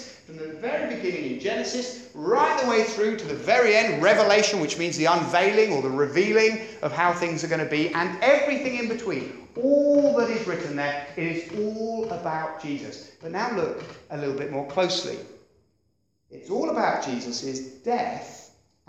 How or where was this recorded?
large echoing room